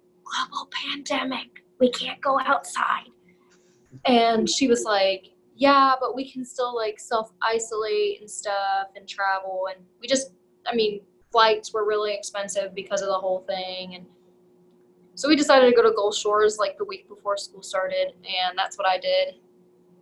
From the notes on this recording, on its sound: as they talk through a zoom call